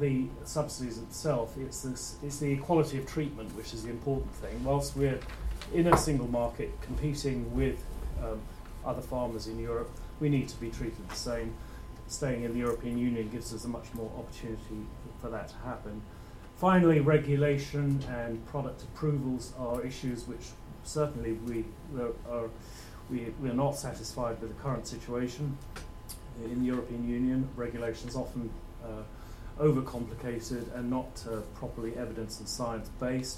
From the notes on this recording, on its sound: UKAndEU conference panel.